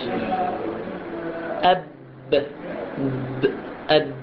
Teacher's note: هو هواء نفس زائد ارتعاش الأوتار الصوتية يسمى الجهر